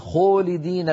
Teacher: يا أخي خو هذه صارت مشمومة بضمة وليست مفخمة